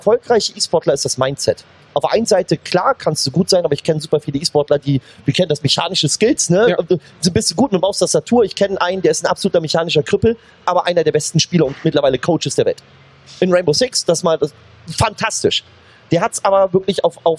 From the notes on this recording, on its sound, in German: Das haben wir für euch live auf der CAGGTUS in Leipzig besprochen, einer der größten LAN-Partys Deutschlands.